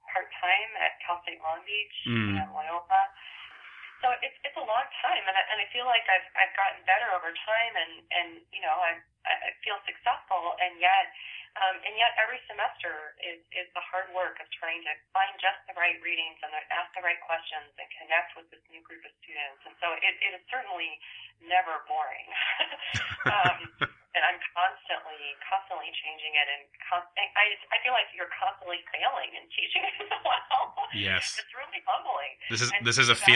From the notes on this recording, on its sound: We spoke by phone, so the sound quality could be a little better